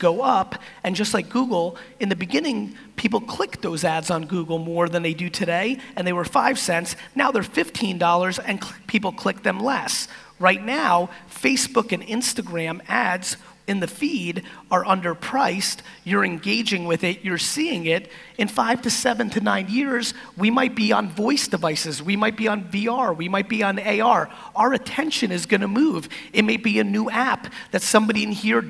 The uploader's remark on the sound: National Achievers Congress - Kuala Lumpur Keynote